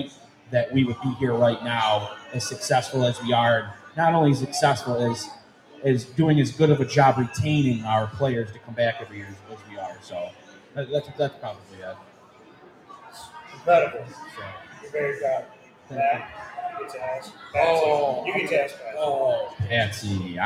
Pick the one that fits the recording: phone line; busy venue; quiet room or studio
busy venue